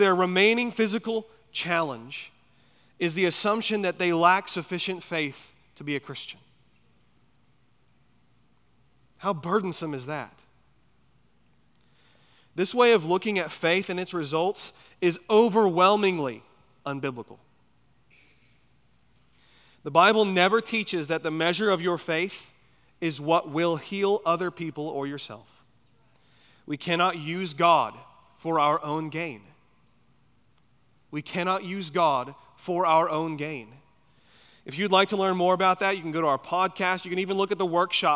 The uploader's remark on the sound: at Chaffee Crossing Baptist Church in Barling, AR.